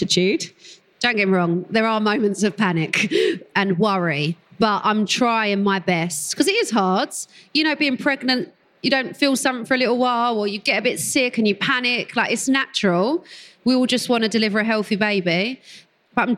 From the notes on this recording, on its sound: Recorded live at The Baby Show with Lidl GB. The Baby Show is the UK's largest and most popular pregnancy, baby and parenting event where Motherkind was the official podcast sponsor.